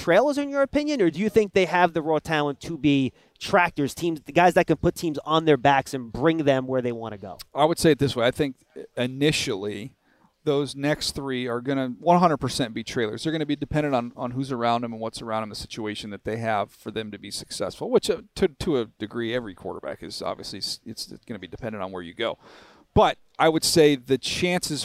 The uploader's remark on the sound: On this episode of the Giants Huddle podcast live from the NFL Combine.